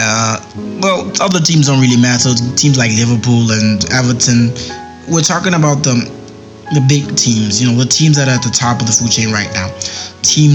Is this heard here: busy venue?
no